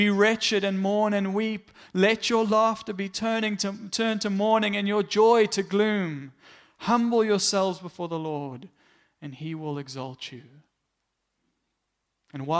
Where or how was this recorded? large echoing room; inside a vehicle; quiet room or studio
large echoing room